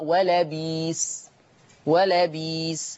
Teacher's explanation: يبدل ورش همز لفظ بئسة ياء